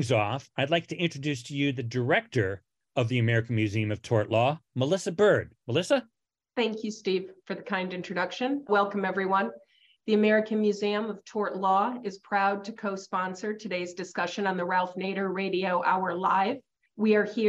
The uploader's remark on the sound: In a live Zoom event in conjunction with the American Museum of Tort Law